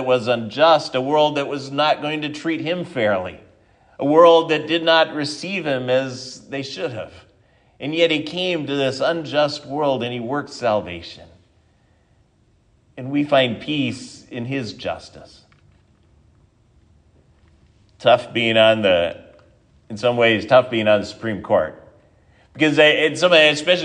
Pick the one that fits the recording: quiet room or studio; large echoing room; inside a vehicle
large echoing room